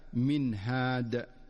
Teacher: ومن أمثلته في قوله تعالى من هاد، فالنون الساكنة جاءت بعدها الهاء، فتظهر النون إظهارا واضحا من مخرجها دون مبالغة أو تكلف · Term: الإظهار